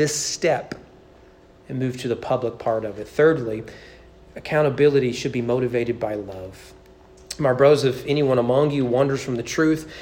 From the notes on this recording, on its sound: Preached at East Frankfort Baptist Church on July 3, 2022 during morning worship.